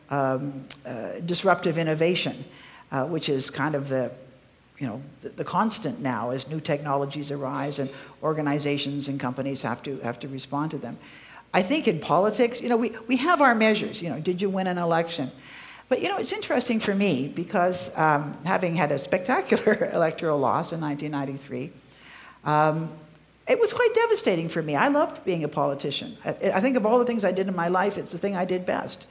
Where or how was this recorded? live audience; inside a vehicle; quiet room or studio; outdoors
live audience